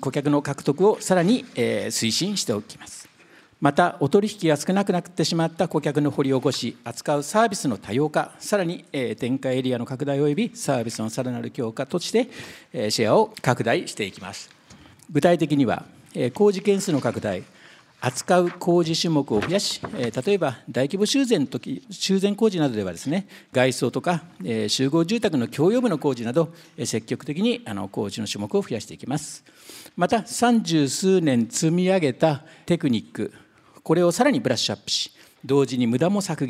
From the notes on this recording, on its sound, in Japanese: 2023年1月28日、東京・三田で行われた「ラジオNIKKEI 相場の福の神 注目企業ＩＲセミナー」から